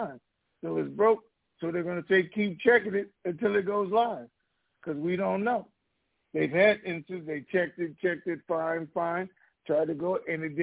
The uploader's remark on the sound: TNTSuperfantastic Conference Call